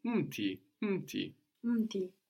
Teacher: this is really muti, but the u completely gets swallowed up and isn't written either, no? It's written mti, mti.